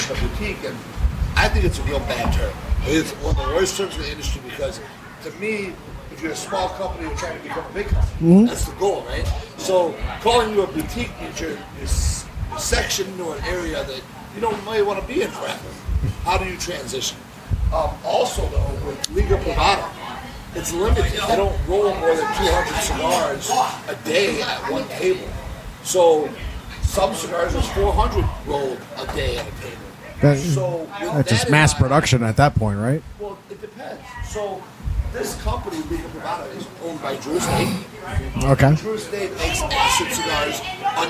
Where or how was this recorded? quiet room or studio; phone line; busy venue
busy venue